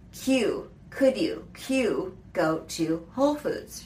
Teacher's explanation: with connected speech, when you're asking it as a question, it is reduced to Q